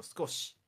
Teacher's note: 少し has a su at the beginning, but you don't really pronounce the u or the e at the end. Well, there are people who do and don't. · Term: high vowel devoicing